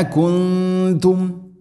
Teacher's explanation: കുൻതും നൂനിനെ അവ്യക്തമാക്കി മണിക്കണം